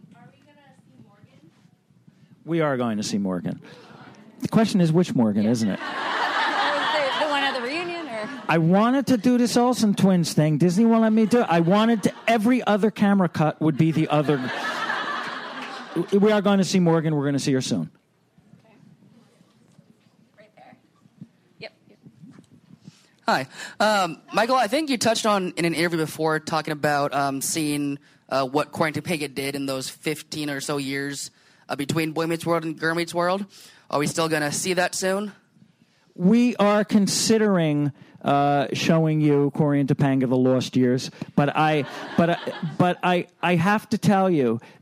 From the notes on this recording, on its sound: Recorded at ATX Television Fest in June 2015.